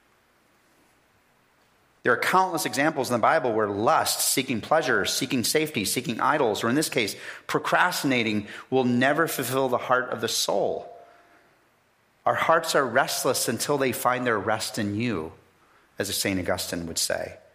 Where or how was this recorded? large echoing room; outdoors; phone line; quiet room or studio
large echoing room